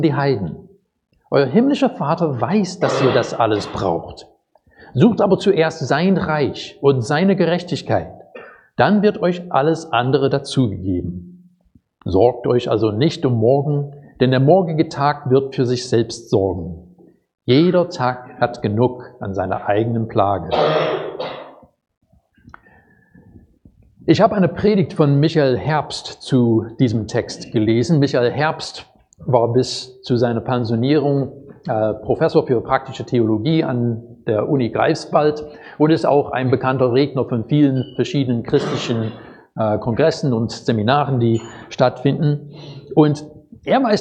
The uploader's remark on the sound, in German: Predigt aus dem Gottesdienst